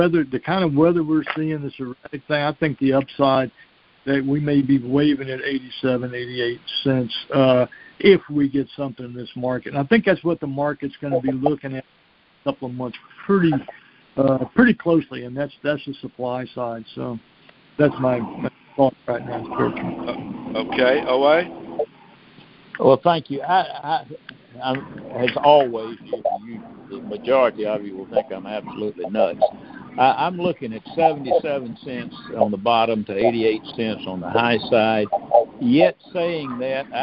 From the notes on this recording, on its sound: Monthly Cotton Conference Call.